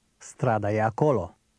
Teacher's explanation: In Romanian, the E has a different sound when it's followed by another vowel, something like the beginning of the word yesterday.